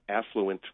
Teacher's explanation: with the stress on the first syllable, is predominantly used.